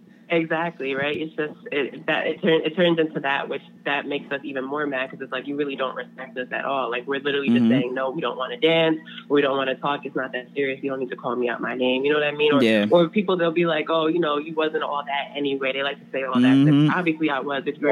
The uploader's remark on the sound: on the phone line